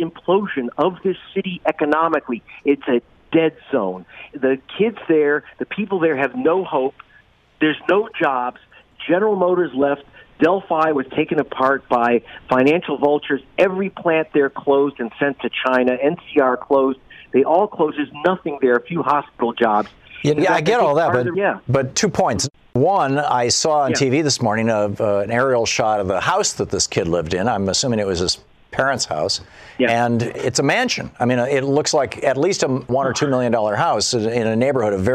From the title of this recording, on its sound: Diverse callers across the nation